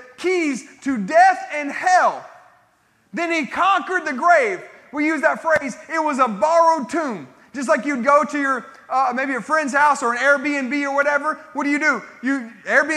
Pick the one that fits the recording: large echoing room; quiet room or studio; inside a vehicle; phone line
large echoing room